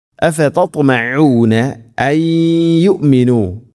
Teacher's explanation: സാക്കിനായ നൂന് ശേഷം യാ വന്നാൽ ഇത് ഗംബിഗുന്ന, നൂനിനെ യാഇലേക്ക് കൂട്ടിലേപ്പിച്ച് മണിച്ചുകൊണ്ട് ഉച്ചരിക്കണം